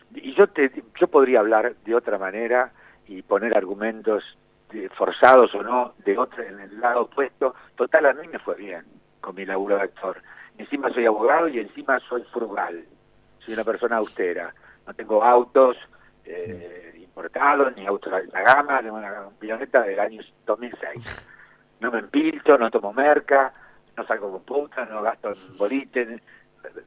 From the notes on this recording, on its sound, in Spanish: Recordamos la comunicación telefónica con el actor